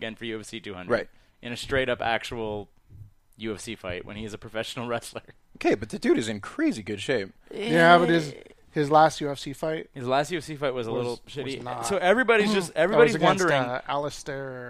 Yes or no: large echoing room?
no